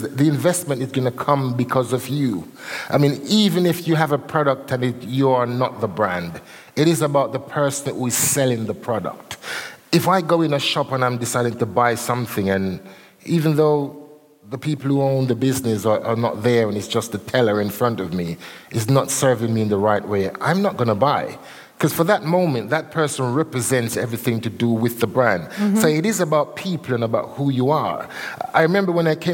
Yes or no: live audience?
yes